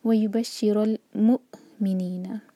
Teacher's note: حمزہ واو کے اوپر ہے تو اب یہ واو پرناؤنس نہیں ہوگا، صرف حمزہ کو ہم پڑھیں گے